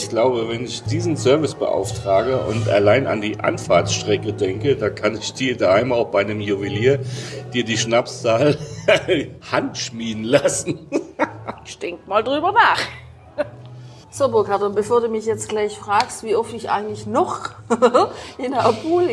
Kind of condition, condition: setting, busy venue